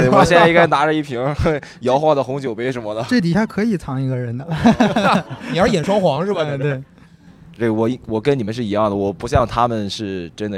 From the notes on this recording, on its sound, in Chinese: 本期为治丧元旦线下录制特辑北京分会场